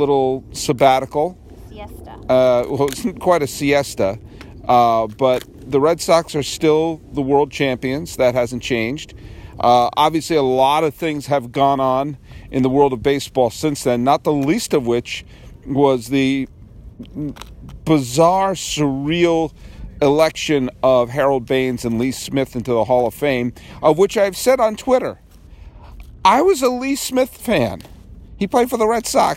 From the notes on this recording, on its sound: I recorded my first podcast of 2019 looking over the remains of Candlestick Park and contemplating timelessness.